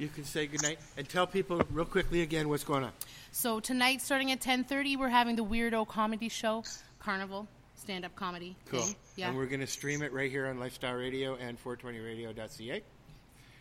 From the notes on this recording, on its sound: Broadcasting LIVE from Ganjahnistas's Social Club